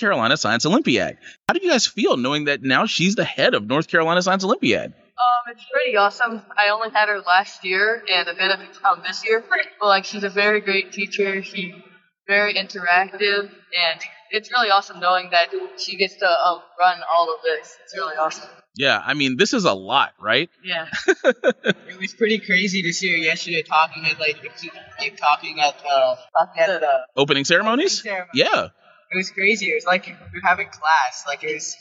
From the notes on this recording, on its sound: LIVE from the 2023 NC Science Olympiad State Tournament. From the floor of Reynolds Coliseum.